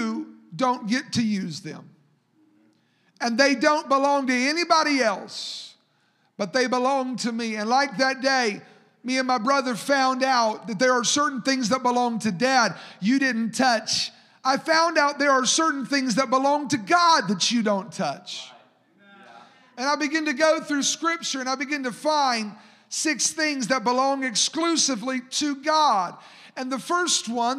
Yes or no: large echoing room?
yes